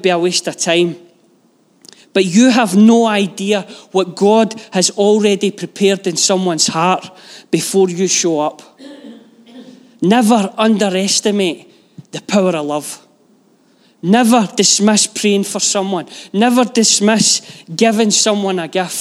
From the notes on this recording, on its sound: Live from our Sunday gathering on 20/11/22